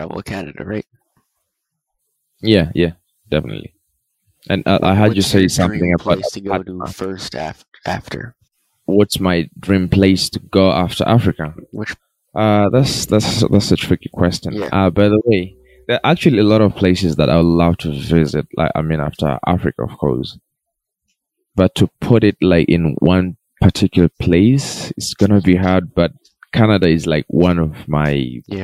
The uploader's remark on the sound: there is a little bit of a sound distortion, We are sorry if you find it disturbing